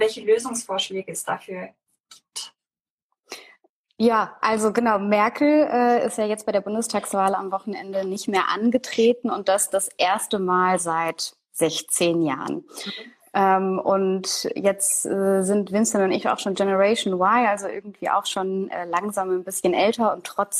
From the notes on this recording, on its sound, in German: weil wir ein Insta Live mit dem Kanal ZusammenZukunft aufgenommen haben